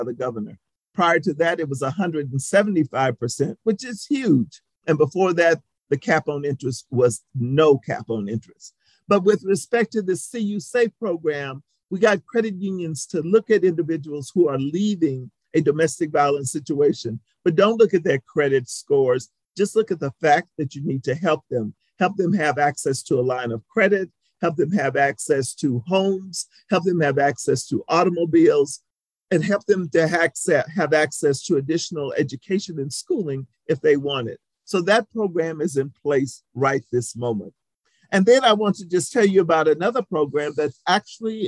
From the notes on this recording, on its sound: This was a virtual presentation, recorded on February 23, 2022.